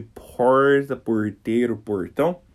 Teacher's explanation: O som sempre vai ser retroflexo, que é esse sonzinho de porta, porteiro, portão.